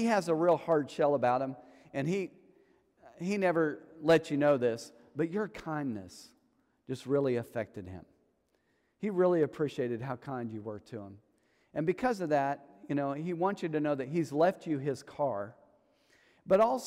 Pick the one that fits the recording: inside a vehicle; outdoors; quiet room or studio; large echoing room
large echoing room